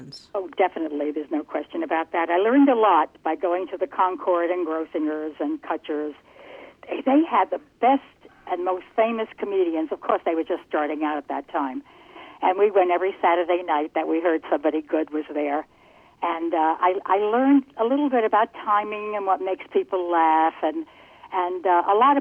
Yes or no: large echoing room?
no